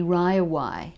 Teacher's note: what linguists would call a dark L, a word like railway, which might be Riaway, so that the L almost disappears